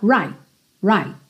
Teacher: esse T final pode soar pouco, muito pouco ou quase nada